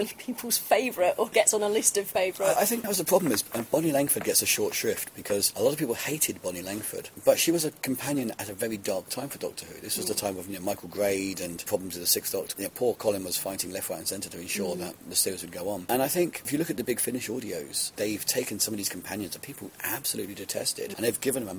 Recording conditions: busy venue